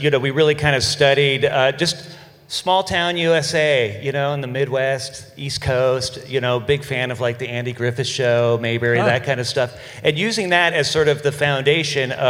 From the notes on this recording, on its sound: Panel presentation recorded live during Midsummer Scream.